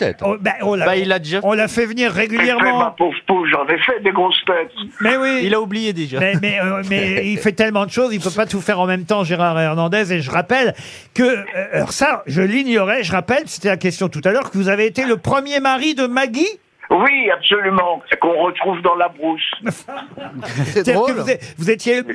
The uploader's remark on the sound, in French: Et les Grosses Têtes n'ont pas manqué de lui passer un coup de téléphone pour lui souhaiter.